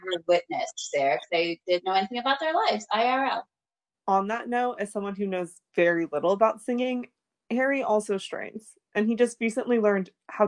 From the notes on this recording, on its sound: We would apologize for all technical glitches.